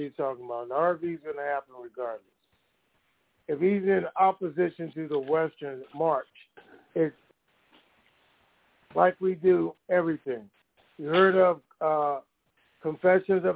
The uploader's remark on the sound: TNTSuperfantastic Conference Call.